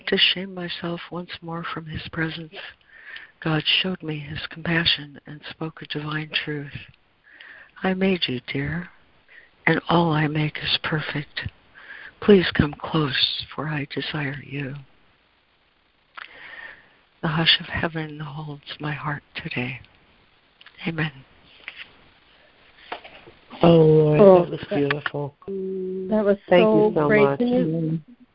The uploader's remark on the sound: ACIM Daily Conference Call